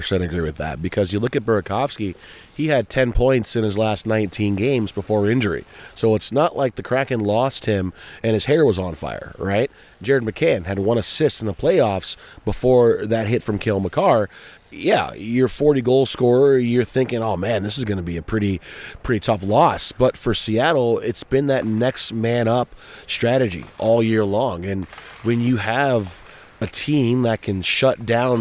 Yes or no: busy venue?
yes